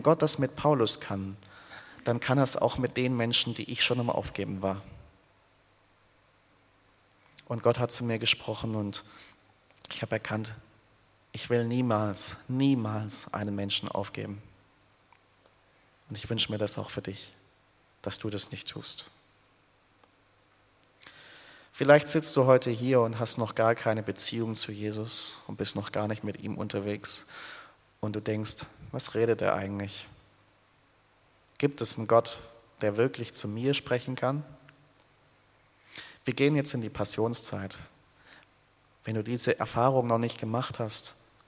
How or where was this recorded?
large echoing room